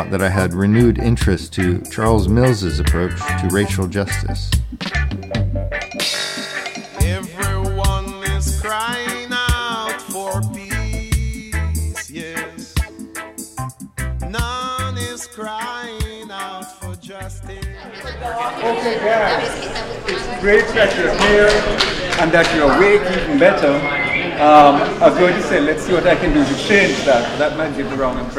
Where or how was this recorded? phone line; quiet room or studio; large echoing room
large echoing room